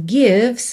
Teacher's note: você não pronuncia a letra E, do V vai pro S